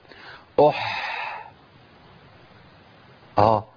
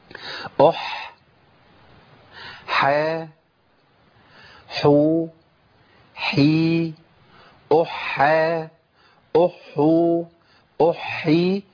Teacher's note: فيها قرب مع الهاء في المخرج، وفيها تجانس يعني قرب لصيق مع حرف العين، وإحنا بنحذر من التقاء الحاء مع العين ومع الهاء.